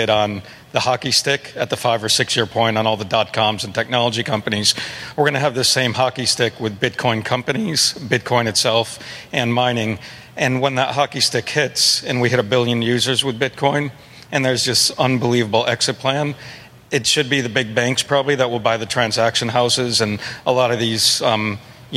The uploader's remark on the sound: speaks at the Texas Bitcoin Conference